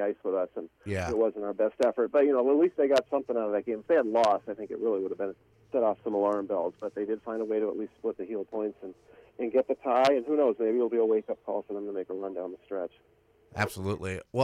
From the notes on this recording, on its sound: Are joined in the Spectrum Healthcare Partners Studios. Calls.